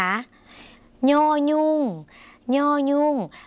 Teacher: ย่อยุ่งเสียงขึ้นจมูกนิดนึงนะคะ